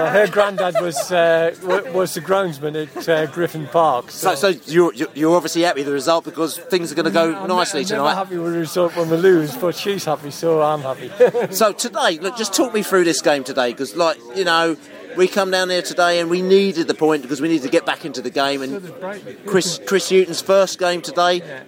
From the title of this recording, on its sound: post-match podcast from the train